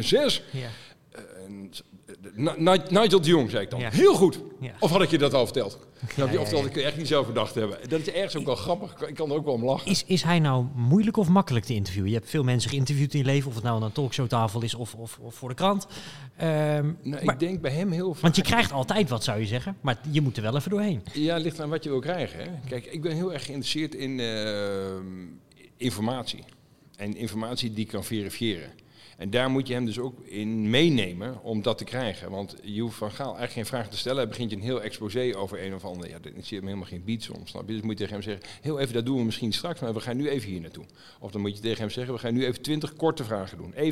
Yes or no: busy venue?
yes